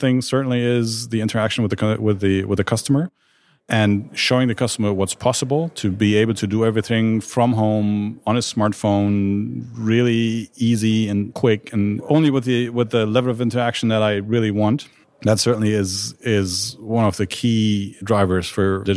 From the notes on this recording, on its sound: We are pod-casting live from the first Consumer Finance Summit in Cologne.